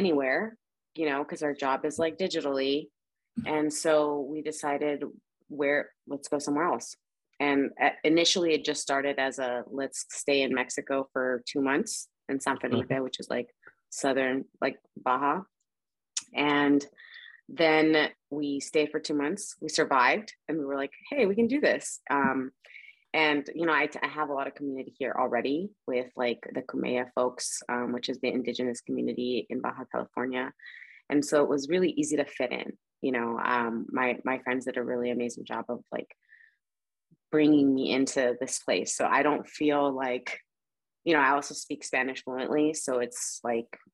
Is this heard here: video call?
yes